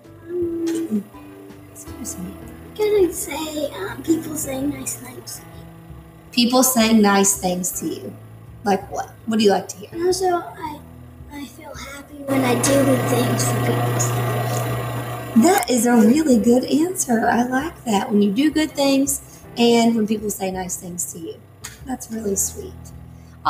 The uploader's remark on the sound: I apologize for the loud noise in the background. I think we have it figured out, so it will hopefully be fixed tomorrow.